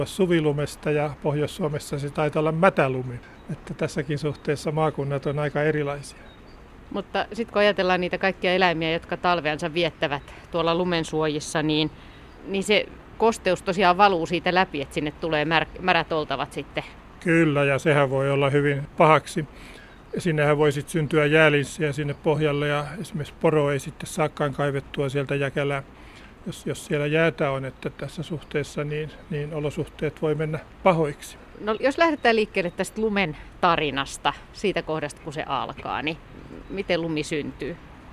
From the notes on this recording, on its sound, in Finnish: vesisateisella lumiretkellä